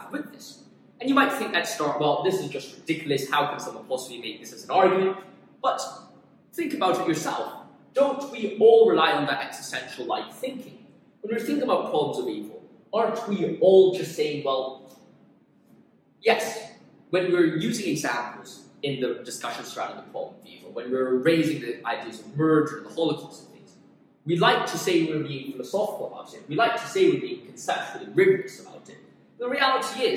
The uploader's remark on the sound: Apologies for the poor audio, I was recording this in another room to use the whiteboard!